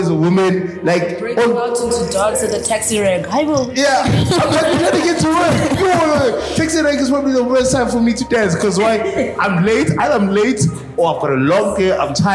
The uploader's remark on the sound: TogetherForTheWin Conference Part 2. The startups that were in the audience got their chance to ask questions. This capsule series of the Hive Network Podcast is from archival audio.